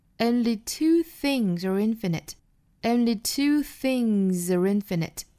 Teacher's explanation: R 和 infinite 连读，那这里的 R 需要弱读成 a,和后面的 infinite 连读成 infinite,加一个小 r 的音